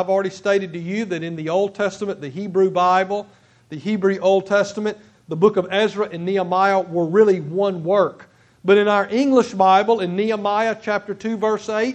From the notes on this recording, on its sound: At Nola Baptist Church Sontag, MS.